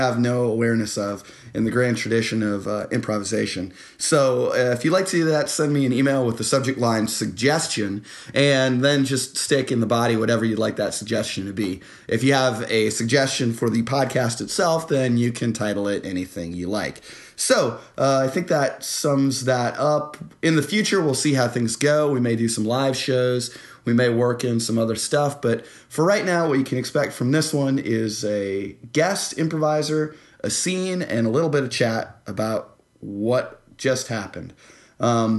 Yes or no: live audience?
no